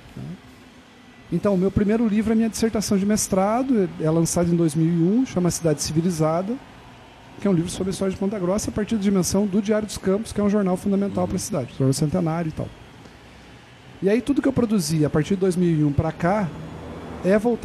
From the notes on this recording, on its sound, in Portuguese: Neste programa, gravado no Bar do Julio.